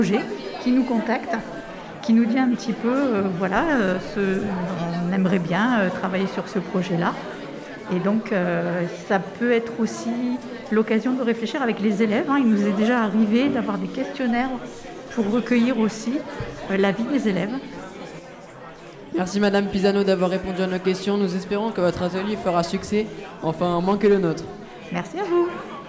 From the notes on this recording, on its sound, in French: Emission réalisée en directe et en public à l'occasion de la célébration des 60 ans de l'académie de Reims.